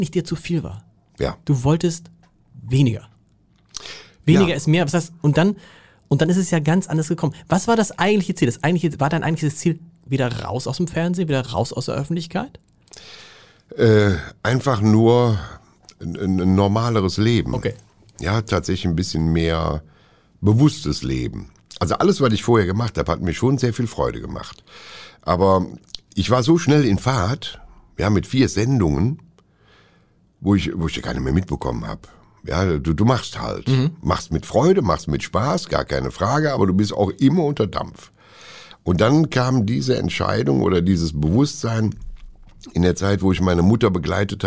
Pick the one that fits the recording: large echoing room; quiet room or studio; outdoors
quiet room or studio